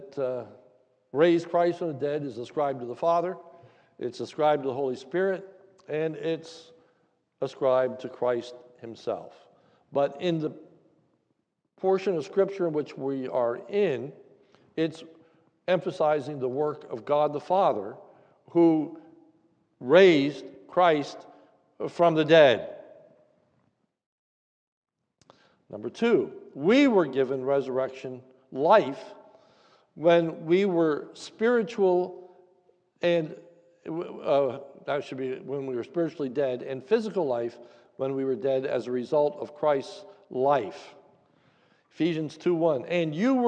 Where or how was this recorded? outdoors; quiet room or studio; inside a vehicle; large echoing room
large echoing room